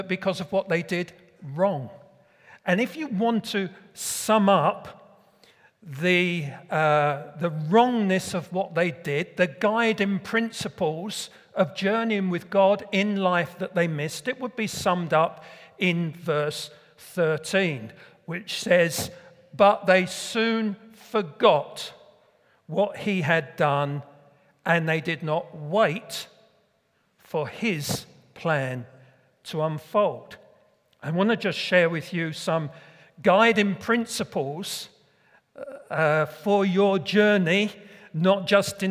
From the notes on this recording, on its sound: Recorded at Middlesbrough Community Church.